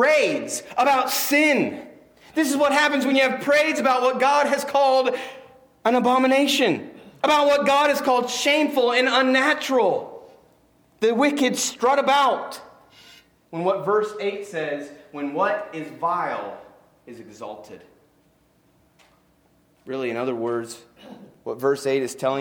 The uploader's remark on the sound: Preached on 12-15-19 at Christian Fellowship Church